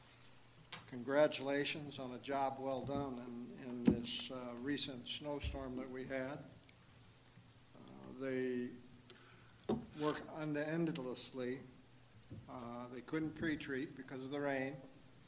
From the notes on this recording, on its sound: This is a live recording of the Collinsville City Council from February 8, 2022.